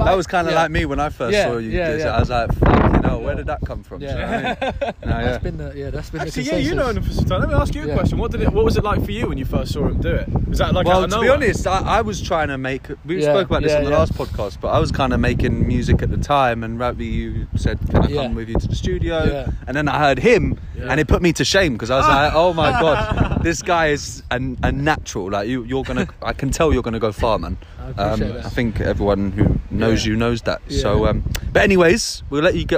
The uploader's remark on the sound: a very special, windy podcast from Ashtonbury Festival in Kent